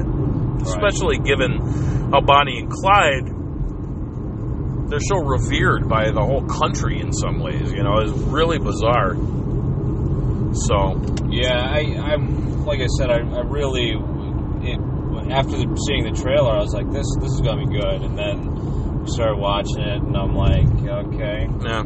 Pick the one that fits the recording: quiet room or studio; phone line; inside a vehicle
inside a vehicle